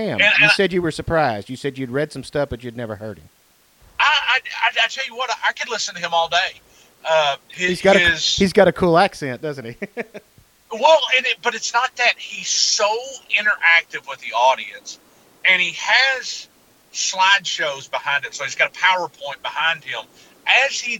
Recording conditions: phone line